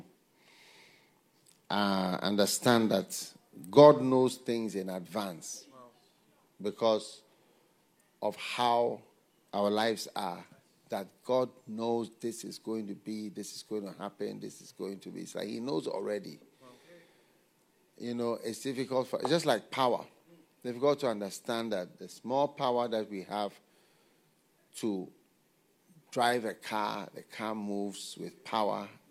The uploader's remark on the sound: Preached at the FLOW Church.